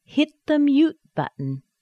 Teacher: The T on hit is held inside. The mute, the T is held inside.